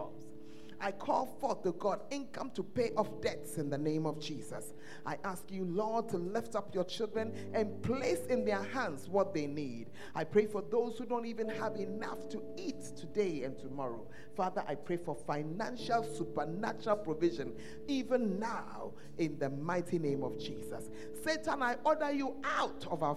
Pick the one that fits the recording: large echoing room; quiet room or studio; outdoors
large echoing room